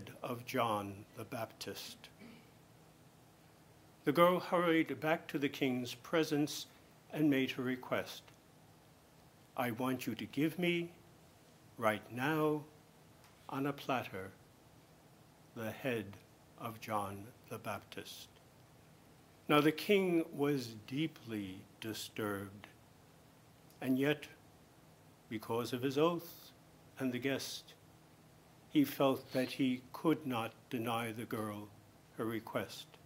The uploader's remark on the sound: homily at Mass celebrated for the participants of the 2019 Marten Lecture